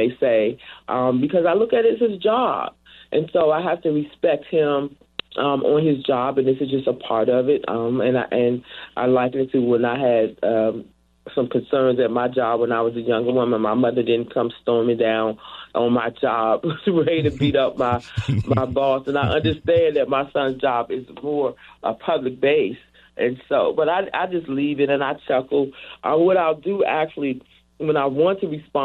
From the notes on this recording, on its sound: Letting listeners call in with their "Safe Space".